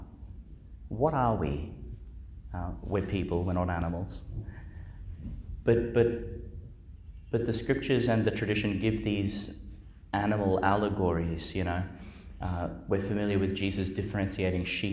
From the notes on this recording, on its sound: delivered Our Lady Star of the Sea Church, Gladstone, Qld.